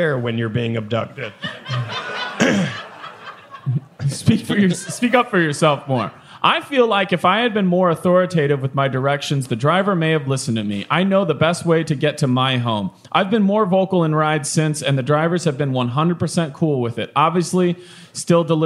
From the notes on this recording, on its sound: This week we come to you live from Red Clay Comedy Festival. From the audience.